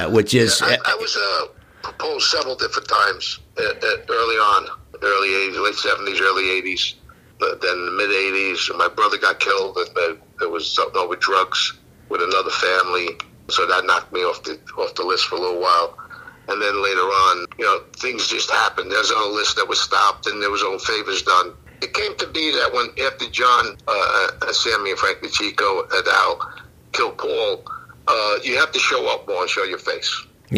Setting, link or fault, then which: link, phone line